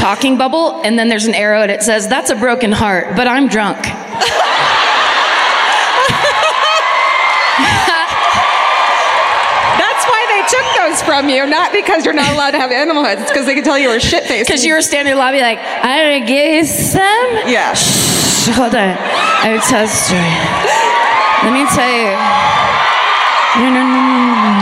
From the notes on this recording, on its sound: Live at the Bellco Theatre in Denver.